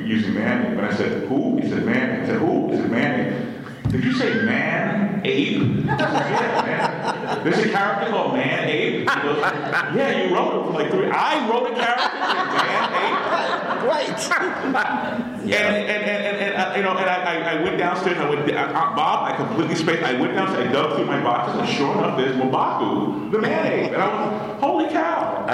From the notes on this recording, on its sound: The Black Panther Panel. From Terrificon recorded last month at Mohegan Sun in Connecticut.